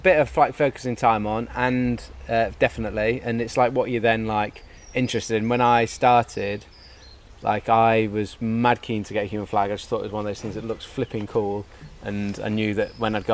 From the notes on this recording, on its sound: LIVE from the school of Calisthenics garden.